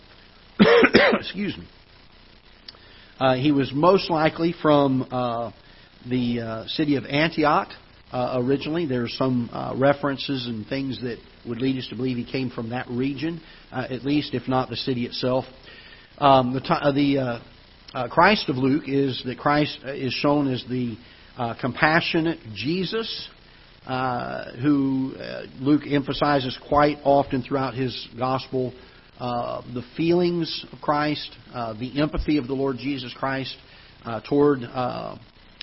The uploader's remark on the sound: Ketha Heights Baptist Church ~ Live Broadcast